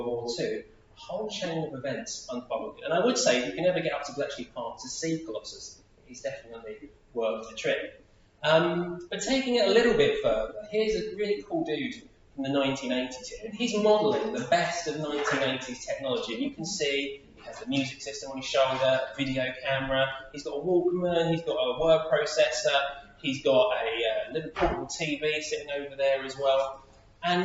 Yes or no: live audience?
yes